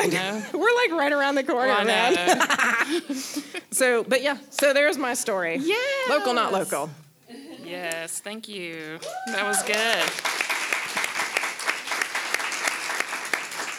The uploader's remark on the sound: Our LIVE show from Wetumpka Depot Theater!